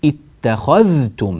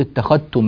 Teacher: في قوله تعالى في الآية 35 ذلكم بأنكم اتخذتم، الذال هنا جاء بعدها تاء فنعطي الذال وضوحها وإظهارها ولا ندغمها في التاء · Shown in: first take